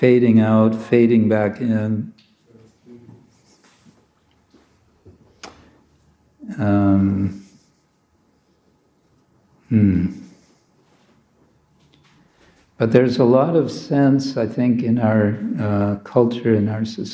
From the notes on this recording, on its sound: Friday evening lecture from ISKCON Zagreb